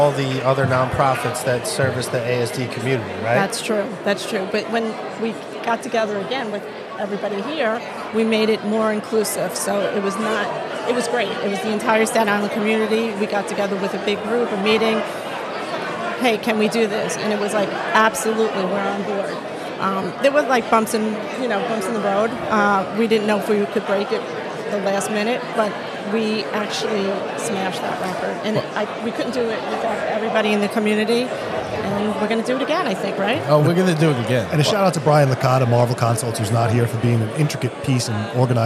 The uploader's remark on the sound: LIVE from the Hilton Garden Inn